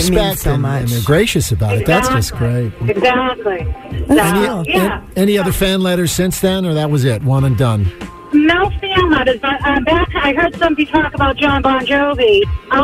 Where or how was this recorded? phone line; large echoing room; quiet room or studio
phone line